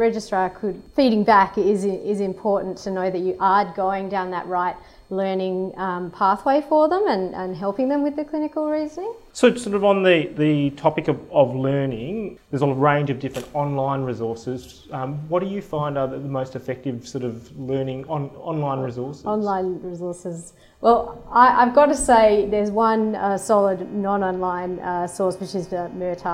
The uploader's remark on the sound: This interview was recorded in front of a live audience at the RACGP WA Open Day, Sunday 18 March.